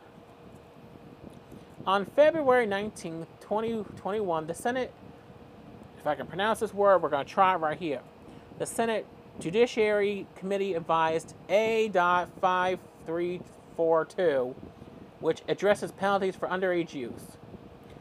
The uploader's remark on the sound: It did have some sounds at the end I did not intend to have.